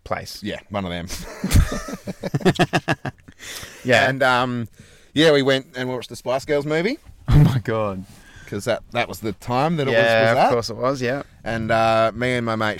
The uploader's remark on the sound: This week we took our cars out into the wild and literally found the roughest corrugated road in the universe to get ourselves down to a local swimming hole to record this episode. As usual mother nature had other plans for us.